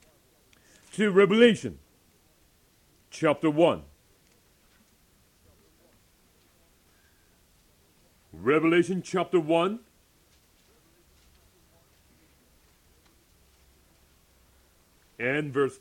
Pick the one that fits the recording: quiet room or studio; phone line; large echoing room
large echoing room